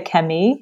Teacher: They're not pronouncing the L's.